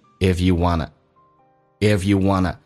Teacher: 不被强调 want to 说成 wanna, W-A-N-N-A,用降调来发